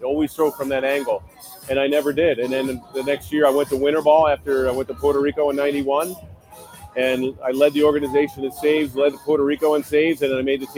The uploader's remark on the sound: live from T-Mobile Park in Seattle